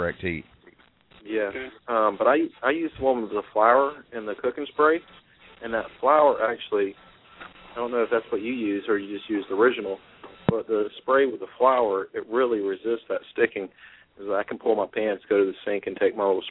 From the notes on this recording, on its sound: Please call in, purty puleze! From the chat lines and from the phone lines.